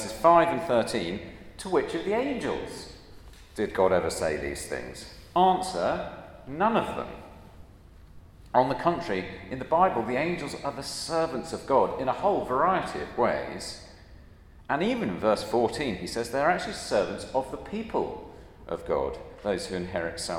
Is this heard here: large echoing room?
yes